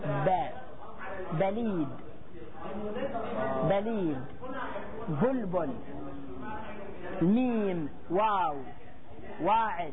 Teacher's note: وما بين الشفتين تطلع الحرف من بين الشفتين